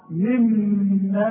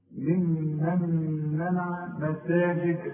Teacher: الميم الأولى مكسورة، الميم الثانية عليها الشدة، شدة وفتحة، إذا تغنى لأنها اثنين. وبعدين عندي غنة بتاعة النون الساكنة اللي بعدها ميم كمان لأنها إدغام، النون بتخش في الميم دي